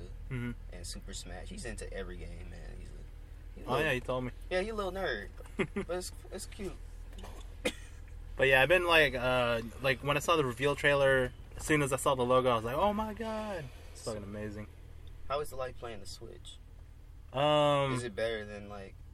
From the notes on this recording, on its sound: jumps in the car to talk